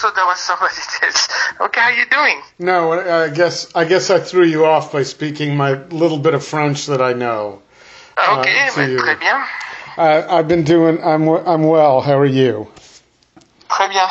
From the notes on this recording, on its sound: This first part was conducted via phone